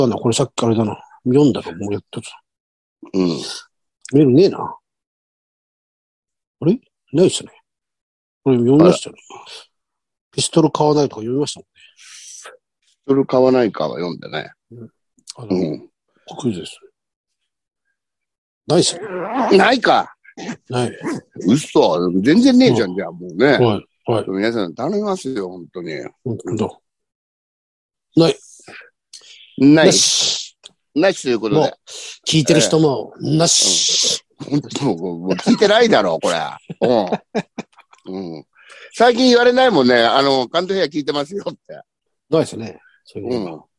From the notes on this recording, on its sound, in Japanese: ZOOMで収録